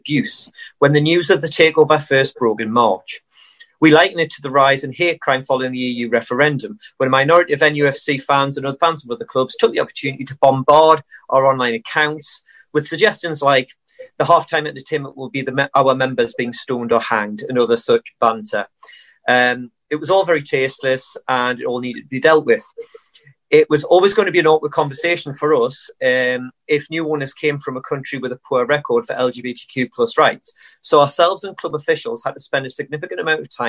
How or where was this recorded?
video call